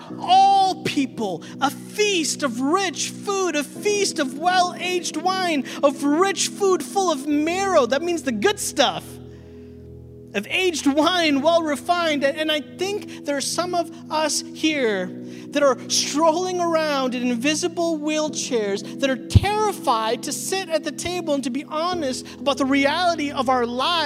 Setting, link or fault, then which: setting, large echoing room